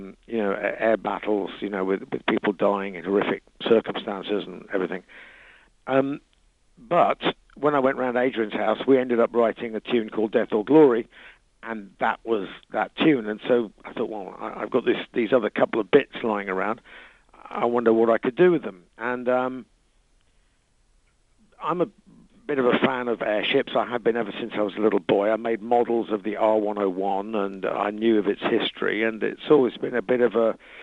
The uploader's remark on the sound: Lead singer called.